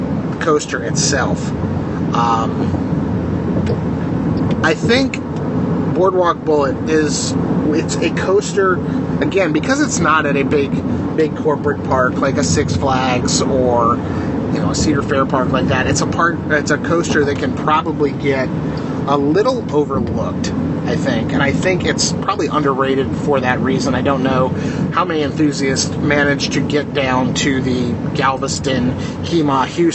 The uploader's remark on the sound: Hotel internet is less than ideal for recording a podcast. Drives solo on a Texas highway.